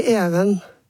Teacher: der har man rett og slett bare kuttet hele diftongen, den der sammenslåingen av to vokaler. Ja, det det som kalles monoftangering.